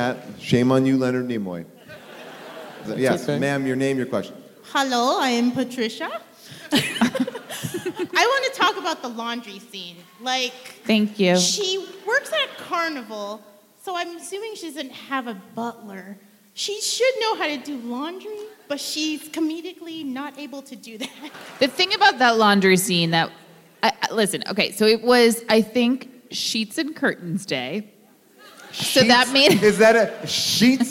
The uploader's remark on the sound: Recorded live from San Francisco.